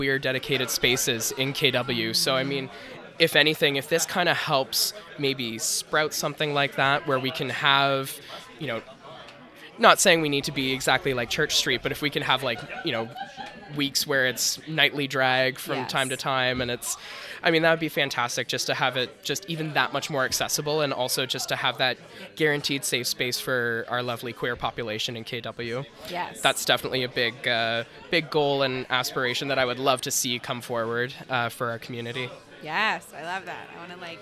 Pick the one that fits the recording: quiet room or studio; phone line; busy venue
busy venue